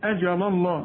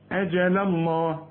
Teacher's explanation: رقق اللام الأولى وفخم اللامات الثانية · Shown in: second take